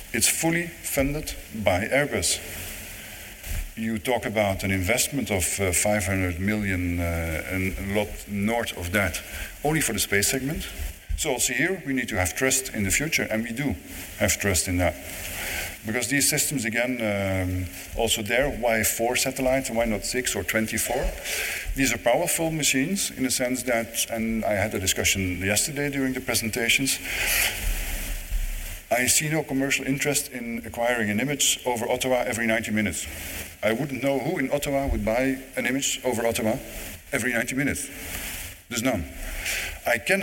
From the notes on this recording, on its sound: This weeks podcast is another live recording from the Canadian Space Summit.